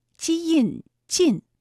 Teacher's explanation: 东晋的晋字拼音是基印晋，它有前鼻韵母音